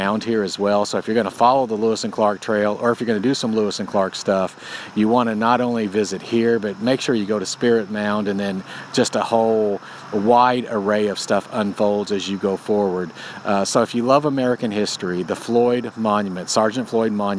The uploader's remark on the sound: Live in Sioux City, Iowa, at the monument to Sgt.